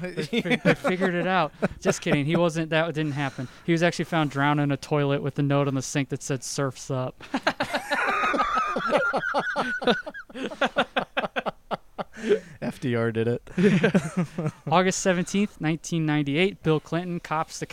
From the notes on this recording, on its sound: Are in the same spot as their guest. Decided to celebrate the occasion by recording outdoors! It's harder to distance while inside.